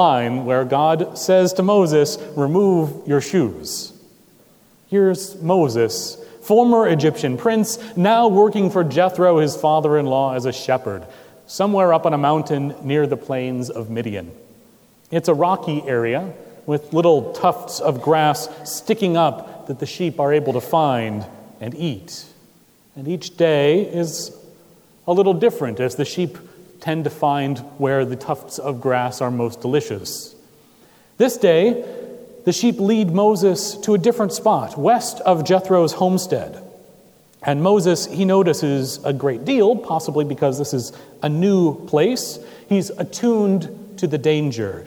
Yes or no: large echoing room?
yes